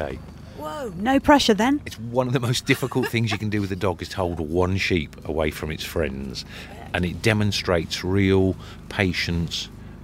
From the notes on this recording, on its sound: At the English National Sheepdog Trials 2023. Recorded on location amid the wind whistling on a rather bleak hillside in Yorkshire.